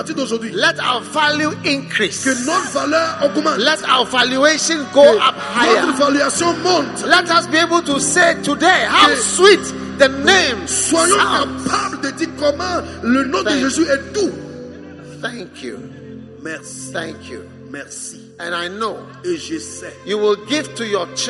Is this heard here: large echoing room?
yes